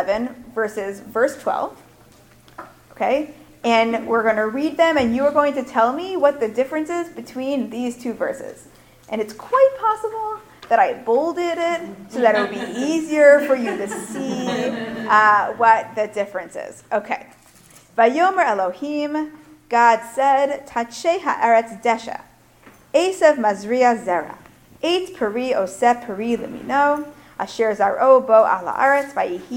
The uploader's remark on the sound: Recorded at the 2017 Executive Seminar.